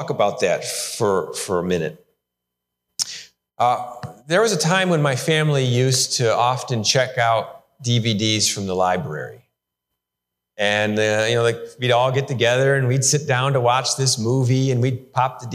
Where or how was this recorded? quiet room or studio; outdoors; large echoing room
large echoing room